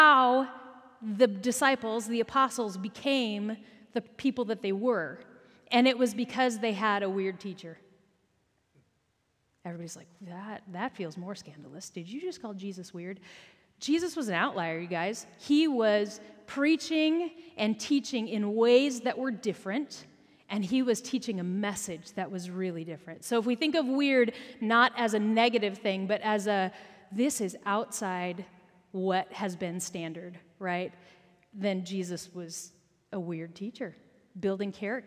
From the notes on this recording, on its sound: Recorded at our Sunday Gathering on October 15, 2023 in Port Orchard WA.